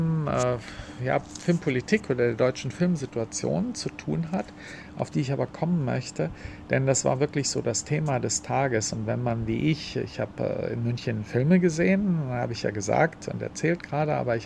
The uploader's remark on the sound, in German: Live vom 40. Filmfest München